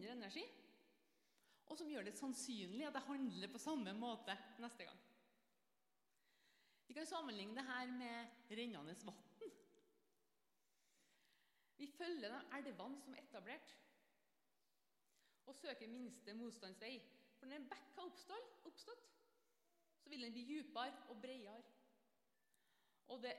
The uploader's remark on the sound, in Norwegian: Selve talen har noe svak lyd, så skru gjerne opp.